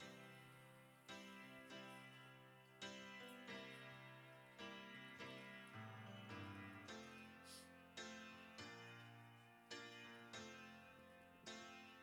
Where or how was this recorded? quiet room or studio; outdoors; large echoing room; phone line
large echoing room